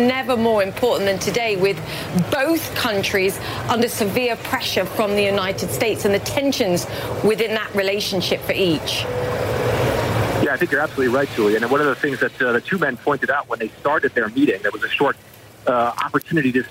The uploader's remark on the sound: live from the New York Stock Exchange